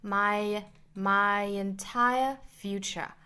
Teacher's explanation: my 和 entire 有一个连读这里面应该是元音加元音连读加耶的情况